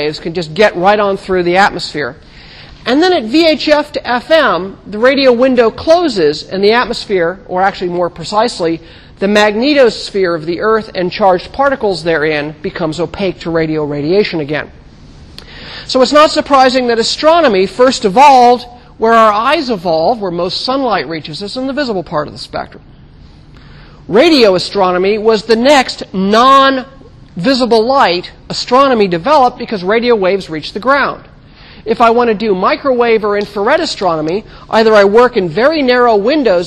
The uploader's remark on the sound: Recorded 2007 Oct 22 in 1000 McPherson Lab on the Columbus campus of The Ohio State University.